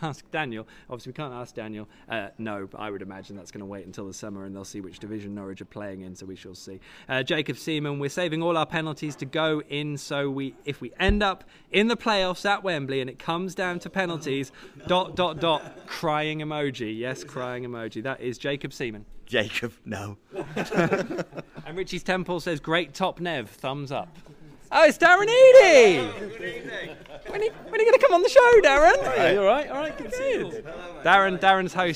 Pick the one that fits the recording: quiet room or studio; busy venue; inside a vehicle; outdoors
busy venue